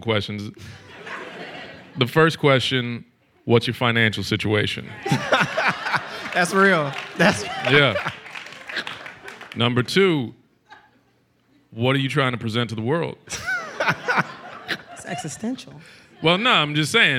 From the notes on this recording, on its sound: Onstage at their recent live show in Brooklyn.